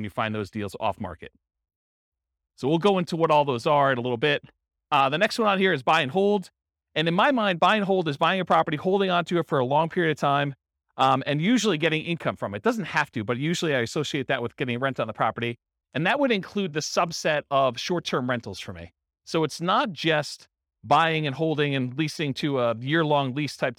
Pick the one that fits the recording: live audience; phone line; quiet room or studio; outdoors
live audience